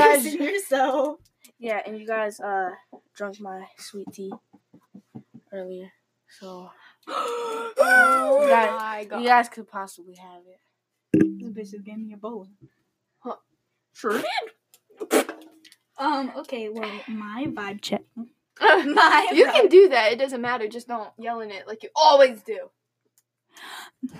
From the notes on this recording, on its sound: we only had 1 microphone so we had to make due.